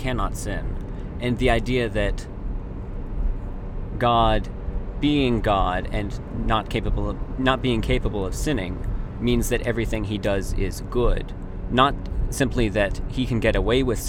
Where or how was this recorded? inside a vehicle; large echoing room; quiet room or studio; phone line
inside a vehicle